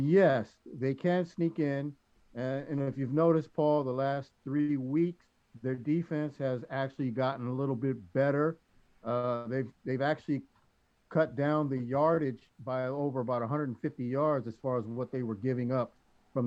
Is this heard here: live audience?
no